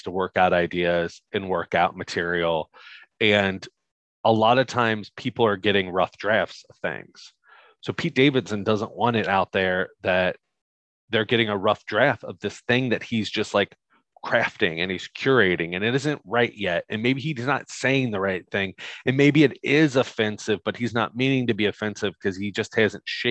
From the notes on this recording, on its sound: This is the original Zoom Audio.